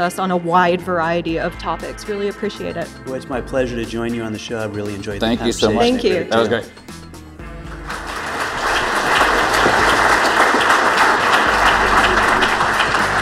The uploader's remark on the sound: recorded live onstage at The Clearing House annual conference in New York